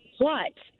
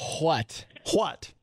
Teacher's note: Because in Texas, they say what? They put emphasis on the H. What? What?